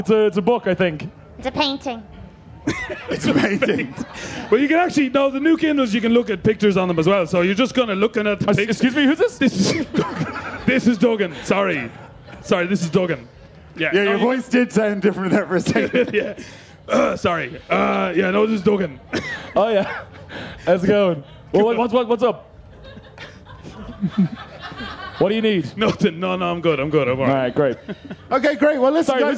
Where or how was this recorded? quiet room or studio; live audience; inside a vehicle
live audience